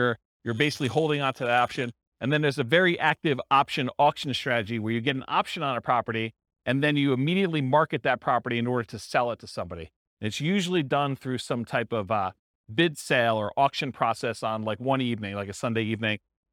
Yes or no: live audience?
yes